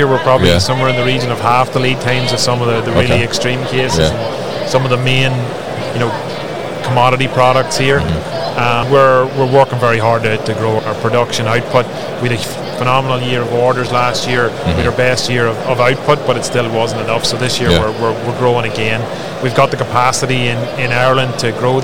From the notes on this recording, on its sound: Combilift at MODEX 2022